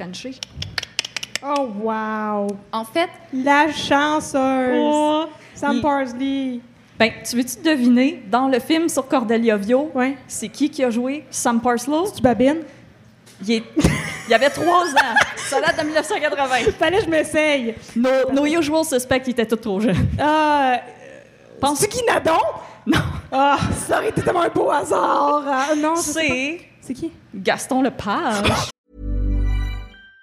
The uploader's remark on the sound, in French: En direct du Festipod 2021. Dans cette épisode spécial enregistré au Festipod 2021.